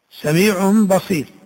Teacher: قلب النون الساكنة والتنوين ميما مخفاة بغنة · قلب النون الساكنة أو التنوين ميما ثم إخفاء هذه الميم مع الغنة · Term: الإقلاب